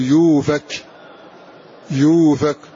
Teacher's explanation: يؤفك لو وقفت عليها كذلك فتقول يوفك يوفك، يؤفك عنه من أفك فتقول يوفك، فالهمزة الساكنة هنا أبدلناه من جنس حركة ما قبله وهو الواو، فنقول يوفك، قف لحمزة تقول يوفك، وهكذا.